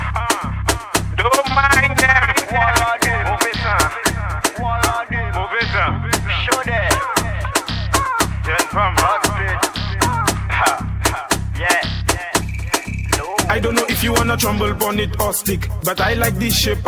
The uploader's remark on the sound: LIVE AT ISLAND SATURDAYS ON OCT 20